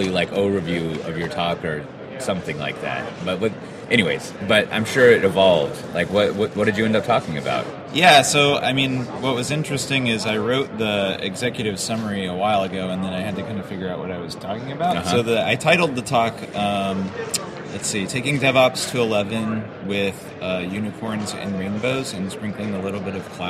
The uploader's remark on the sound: In this episode recorded at SpringOne Platform